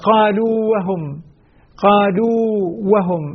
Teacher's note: الواو حرف المد لا يدغم بشيء · Term: مد التمكين